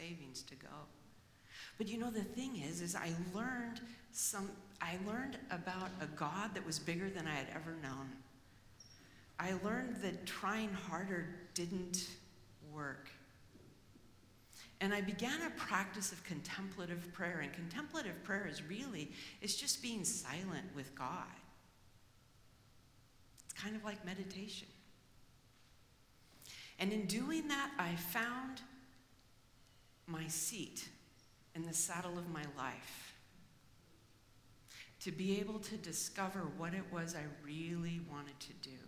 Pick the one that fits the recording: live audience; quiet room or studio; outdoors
live audience